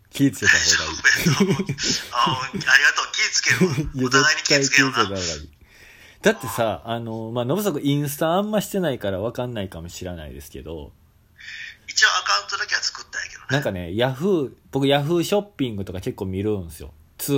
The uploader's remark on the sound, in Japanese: LINE電話をスピーカーにして収録してますので聴きにくい部分があるとは思いますがよろしくお願いいたします。公園収録。